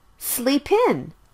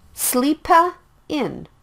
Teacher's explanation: Sleep ends with the consonant sound P, and in starts with the vowel sound I. The sound is blended as well. · Shown in: first take · Sleep in. Don't say it like sleepa in. · Term: consonant and vowel blends